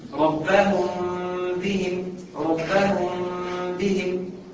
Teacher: إخفاء يعني هسيب فرجة في الشفة، خلاص فرجة صغيرة